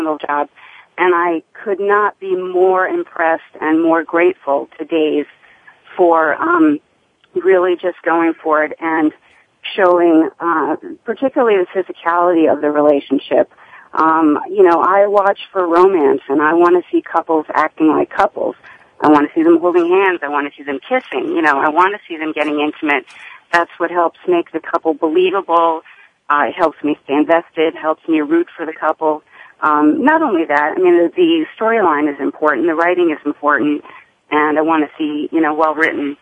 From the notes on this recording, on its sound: This week, we’re taking your calls live for the entire hour. We’ll also be sharing some of the calls we’ve received on our new 24/7 caller feedback line.